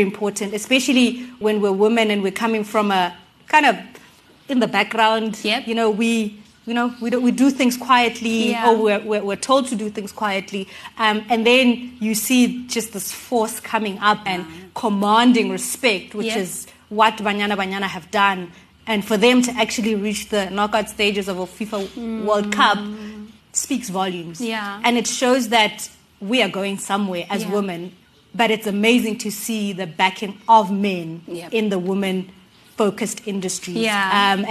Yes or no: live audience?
yes